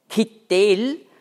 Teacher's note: Da werden die Vokale IE eingesetzt und der mittlere Konsonant, das T, wird verstärkt. Also verdoppelt ausgesprochen